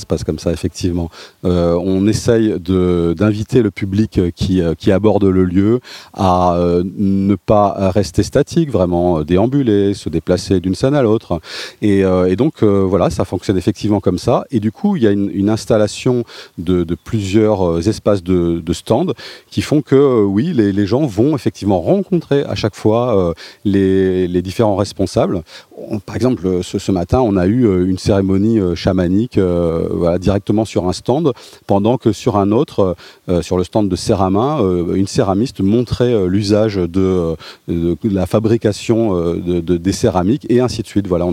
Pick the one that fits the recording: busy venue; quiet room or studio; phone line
busy venue